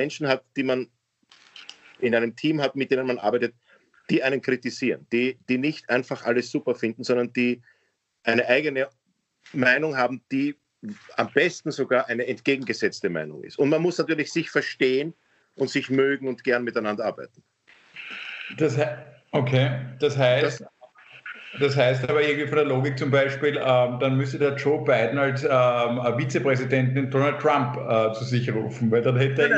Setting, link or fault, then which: link, video call